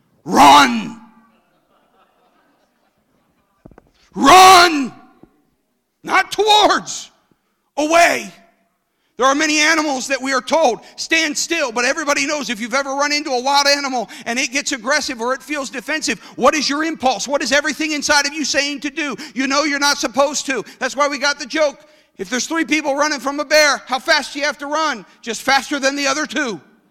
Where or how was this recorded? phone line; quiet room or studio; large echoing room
large echoing room